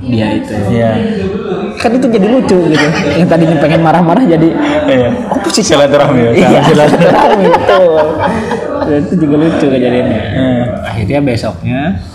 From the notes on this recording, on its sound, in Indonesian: kami rekaman di dalam cafe Jendela (Tembalang)